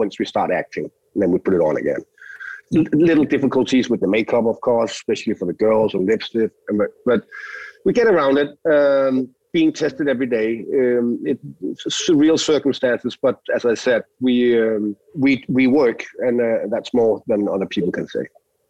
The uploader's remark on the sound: jumps on a Zoom call